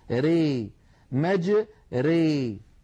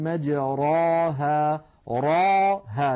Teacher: لاحظوا بأن الراء هنا أصلها مجراها، الراء مفتوحة، ولكنها لما أميلت لم تعد مفخمة · Shown in: first take · Term: الإمالة الكبرى